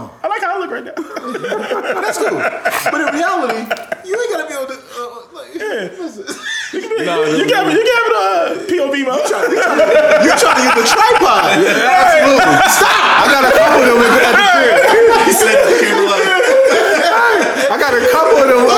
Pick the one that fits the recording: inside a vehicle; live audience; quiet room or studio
live audience